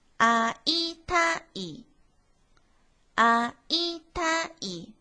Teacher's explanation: 三调指的是从第二拍到第三拍是高音，其他都是低音